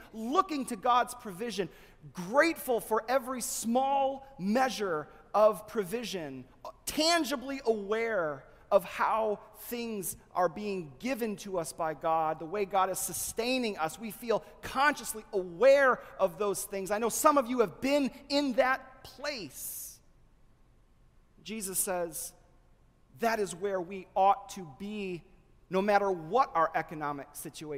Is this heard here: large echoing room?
yes